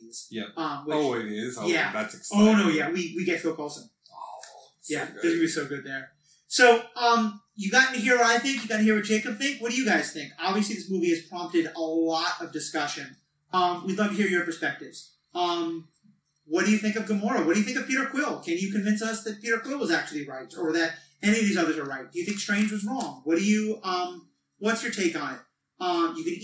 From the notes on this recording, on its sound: We recorded this episode live again, which led to a great discussion, but also caused some sound issues. It is still not up to our normal standards.